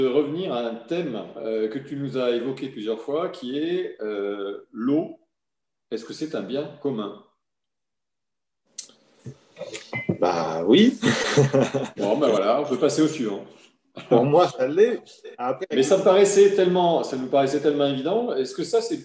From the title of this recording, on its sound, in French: 15 janvier 2021 en visio